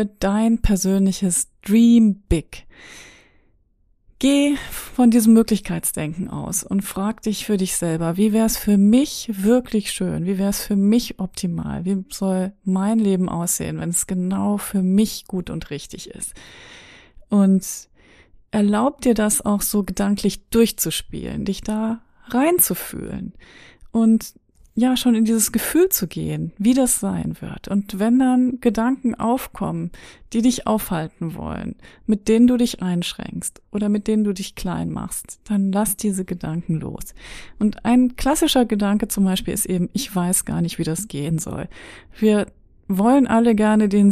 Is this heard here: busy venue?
no